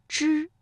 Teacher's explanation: 发之的时候，舌尖是上翘的，是抵住了硬腭前部